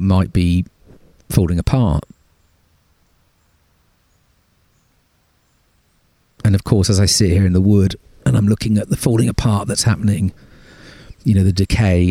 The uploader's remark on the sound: A reflective ramble in the woods. There are no guests (apart from wind, trees, a buzzard and a pigeon).